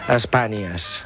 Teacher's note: sona com una mena de N seguida de I